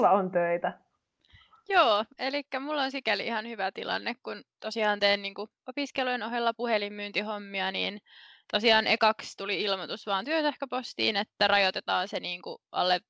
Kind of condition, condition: link, video call